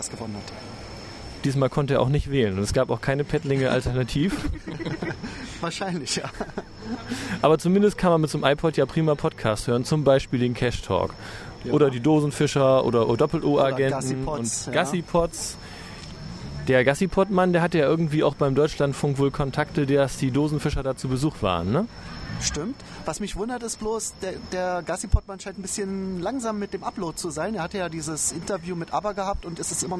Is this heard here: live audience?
no